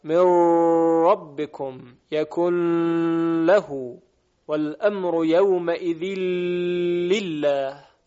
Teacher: ادغام نون ساکن و تنوین در این دو حرف یعنی لام و را با غنه روایت کردند